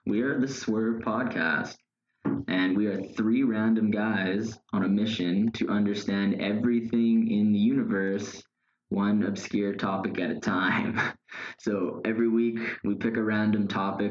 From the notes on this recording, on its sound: APOLOGIES FOR THE AUDIO QUALITY WITH THIS ONE